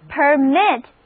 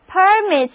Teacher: 如果我们把重音放在第一个音节上，单词读作 permit 的时候，这个单词就变成一个名词 · Shown in: second take